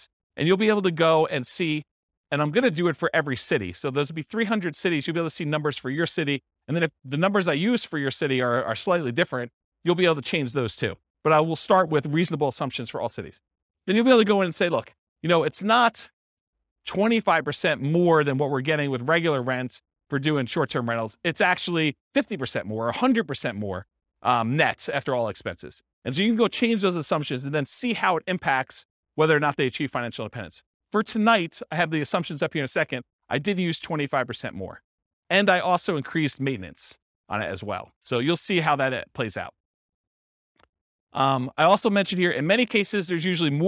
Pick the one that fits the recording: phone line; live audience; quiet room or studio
live audience